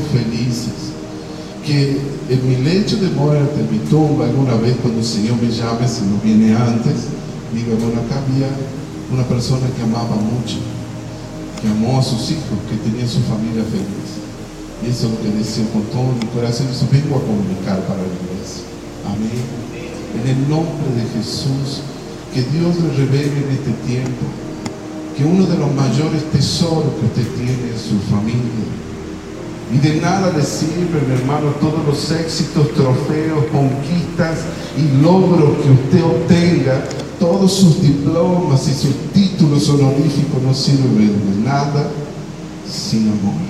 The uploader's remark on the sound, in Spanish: una predica ministrada en la Iglesia Santuario de Fe, en la ciudad de San Miguel de Tucuman